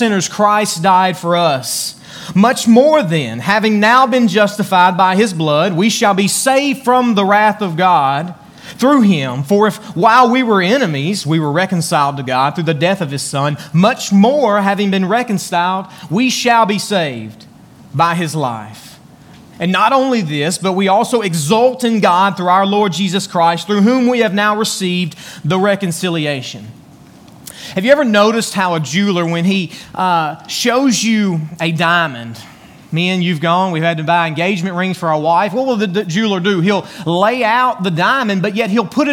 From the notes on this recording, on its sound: Join us today from Beaver Baptist Church in Brighton, Tn.